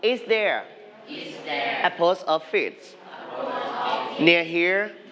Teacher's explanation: Okay, don't forget to put rising intonation now because this is a yes, no question